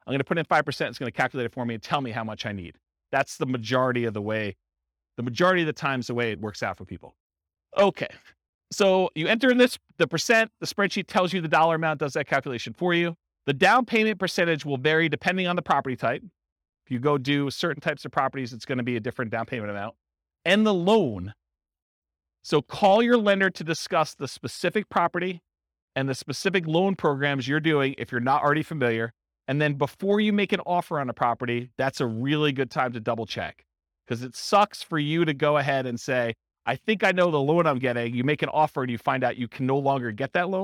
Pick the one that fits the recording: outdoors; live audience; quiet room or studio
live audience